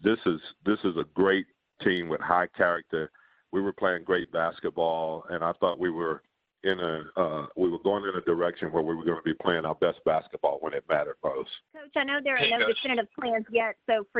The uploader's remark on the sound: Conference Call. Audio courtesy of and provided by the New Orleans Pelicans and NBA Media Central.